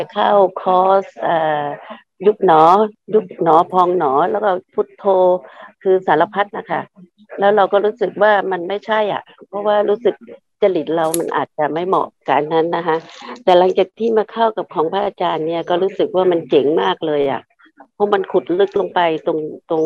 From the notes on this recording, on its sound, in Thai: คอร์สออนไลน์ (ผ่านโปรแกรม Zoom)